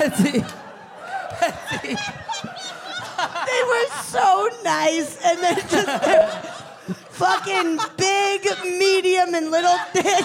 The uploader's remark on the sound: It is our fourth year in a row, recorded live at UCB Sunset.